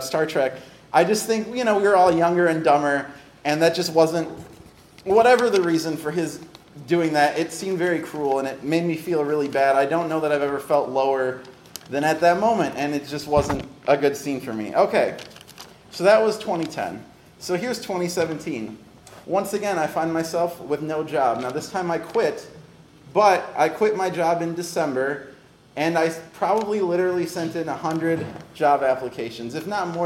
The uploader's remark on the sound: Recorded at another Chicago storytelling show, All of the Feels, a monthly storytelling event based on feelings.